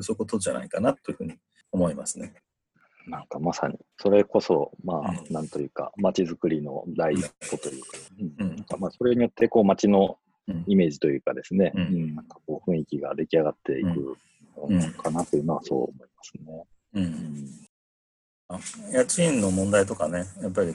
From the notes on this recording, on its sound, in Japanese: 本番組はオンライン会議ツールZoomを使用して録音しております。通信環境の問題により一部聴き取りづらい箇所があることをご了承くださいませ。